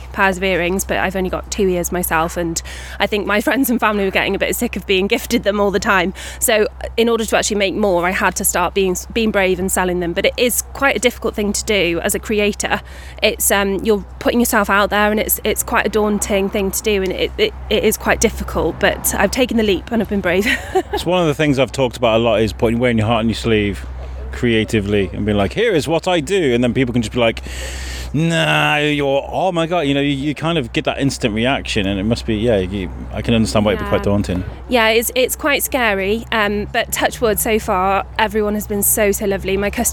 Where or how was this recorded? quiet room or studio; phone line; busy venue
busy venue